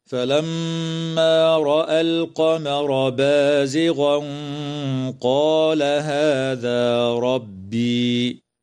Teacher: التنوين في قوله تعالى بازغا قال حكمه الإخفاء مع الغنة مفخمة